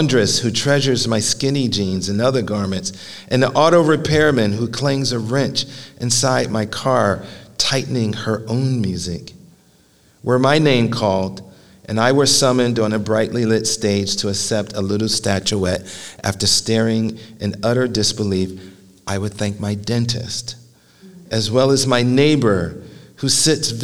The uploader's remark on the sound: live at The Philadelphia Ethical Society